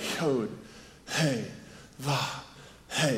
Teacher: It's more like a breathing in and out than it is actually saying something